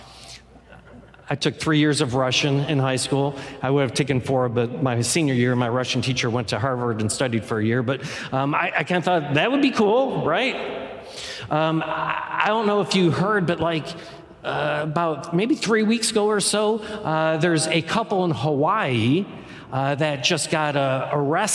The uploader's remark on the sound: Any music performed live is performed under all appropriate licenses from CCLI. The core message from our live service.